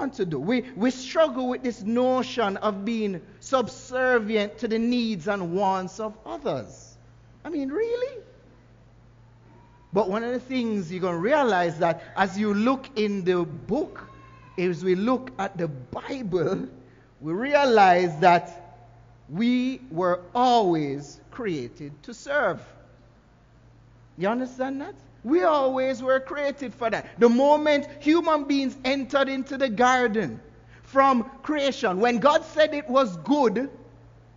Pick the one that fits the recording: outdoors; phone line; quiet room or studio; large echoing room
large echoing room